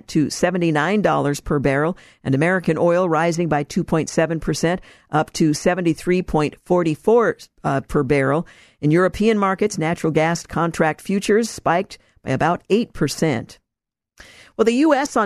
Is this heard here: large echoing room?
no